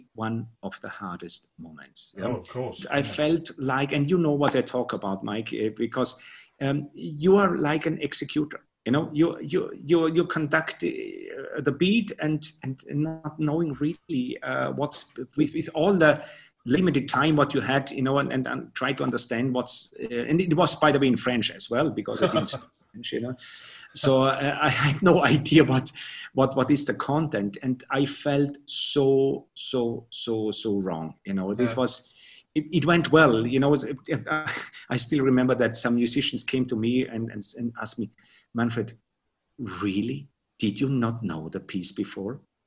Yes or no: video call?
yes